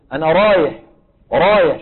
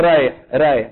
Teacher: شوفوا كيف بيفخموا الراء · Shown in: first take